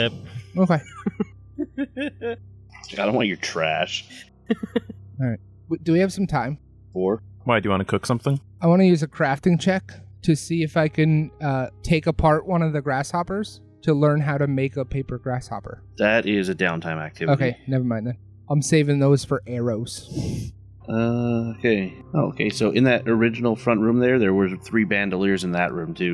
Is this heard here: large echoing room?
no